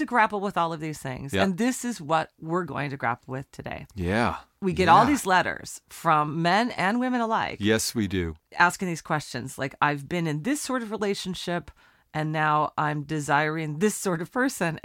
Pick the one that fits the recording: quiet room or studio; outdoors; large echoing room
quiet room or studio